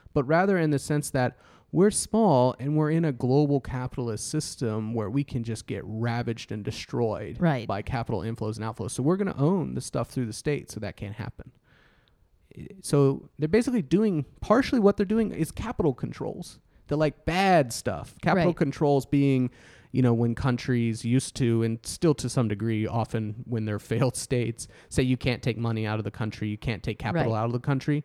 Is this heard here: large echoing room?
no